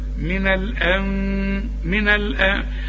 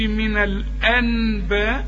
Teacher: هنقول من الأن، من الأن، يعني ما نقولش من الأنباء ونعملها نون خالصة، ولا نعملها ميم خالصة ونقول من الأنباء. انفراك في الشفايف، ما تضم الشفايفك في هذه الكلمة · Shown in: first take · Term: اقلب النون لميم